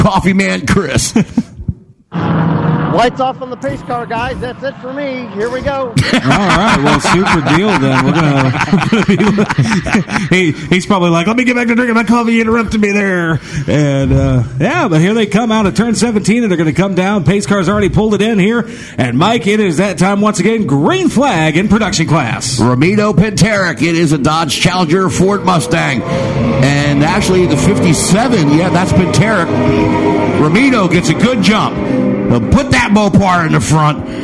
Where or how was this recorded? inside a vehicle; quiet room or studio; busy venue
busy venue